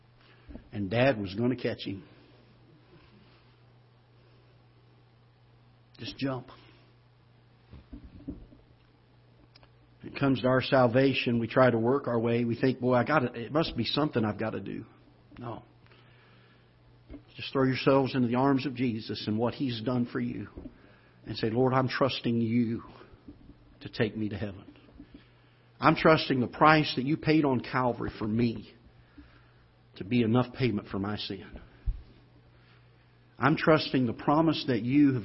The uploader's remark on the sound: Ketha Heights Baptist Church ~ Live Broadcast